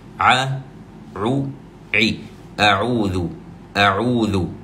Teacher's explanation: بعضهم يغلق العين إغلاقا شديدا فيقول أعوذ، فكأنه قد شددها